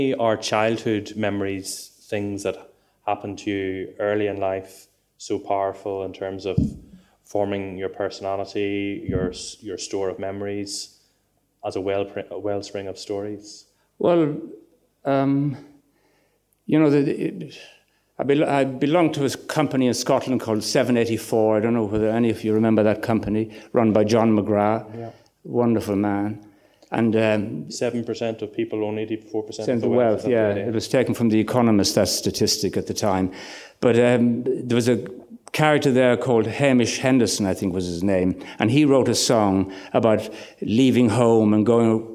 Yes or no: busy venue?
yes